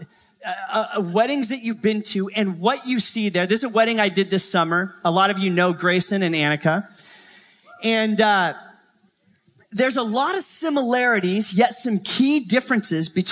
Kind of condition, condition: setting, live audience